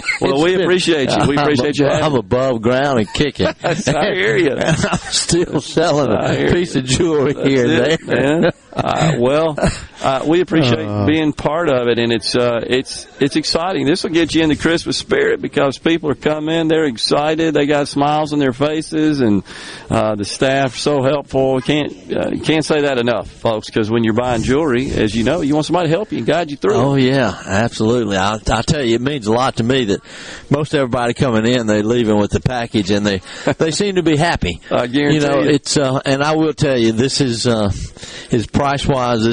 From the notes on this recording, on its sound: coming to you LIVE from Carter Jewelers on High Street in Jackson as folks make their last minute gift purchases